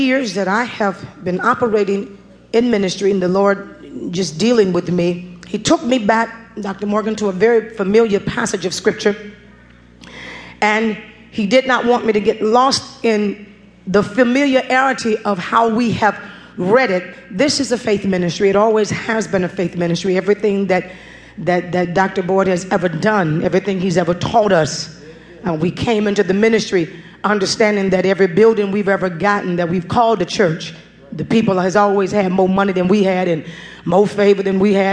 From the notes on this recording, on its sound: Preached at New Greater Bethel Ministries in Queens, New York